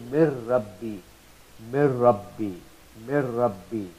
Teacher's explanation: So then we do the idgham and merging it without gunna, without the nasalized sound of noon. So there will be no sound of noon remaining.